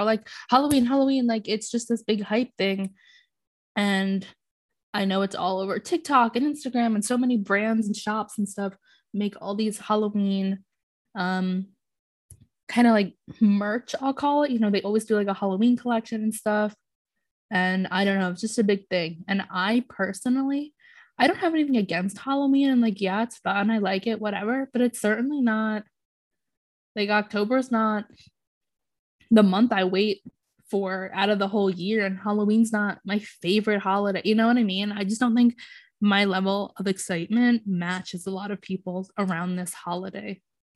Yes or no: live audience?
no